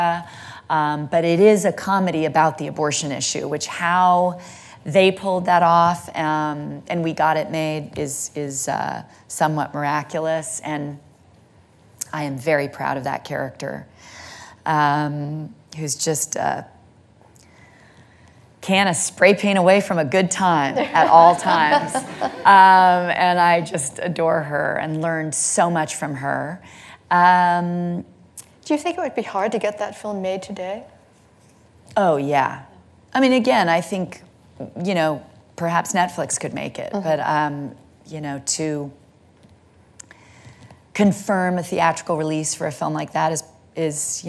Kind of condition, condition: setting, live audience